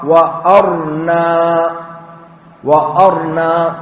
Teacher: وقرأ ابن كثير ويعقوب الحضرمي وأبو عمرو بإسكان الراء